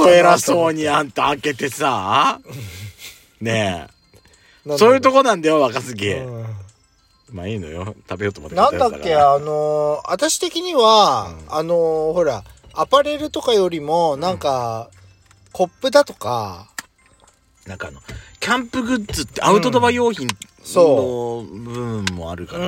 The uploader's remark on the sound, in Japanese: パーキング収録